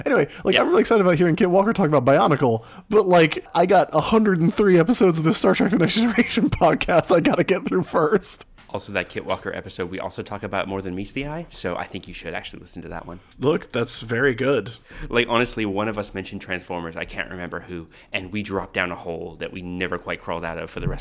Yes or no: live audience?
no